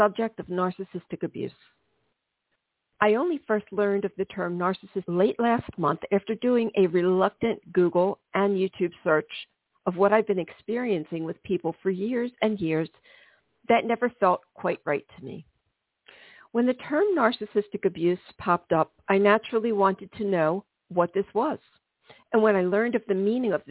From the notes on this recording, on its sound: This is a live call-in show.